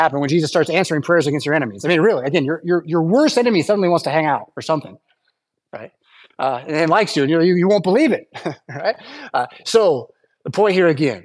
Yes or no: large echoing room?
yes